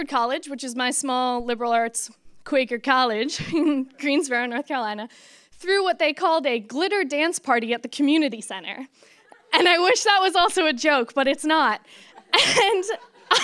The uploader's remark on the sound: For Detours' second live storytelling event, "Story Slam" we asked people to share their bad dating experiences, along with a piece of dating advice.